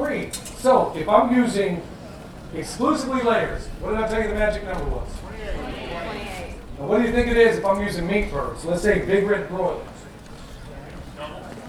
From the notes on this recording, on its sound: I captured a few choice clips from some of the speakers at the Self-Reliance Festival.